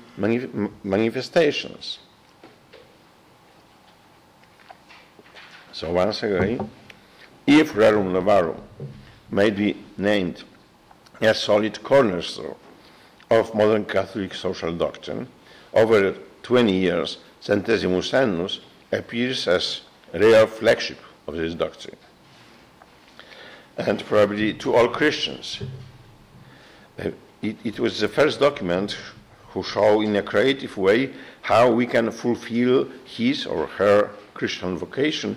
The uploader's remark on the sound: gave a talk to Christendom students and faculty